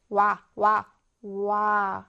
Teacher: 이중모음, 혀의 위치나 입술의 모양이 변해요. 와, 와, 와 해서 슬로우 모션으로 하면 우리 입술 모양 변하고 있는 거 보이시죠?